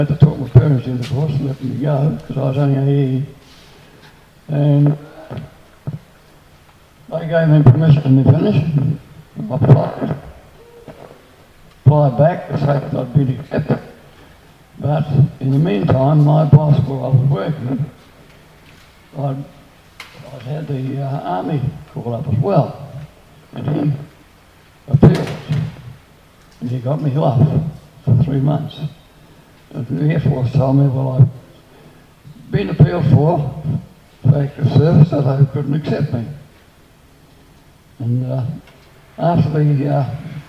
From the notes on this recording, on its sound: WONZ Christmas Party. Talks to a live audience.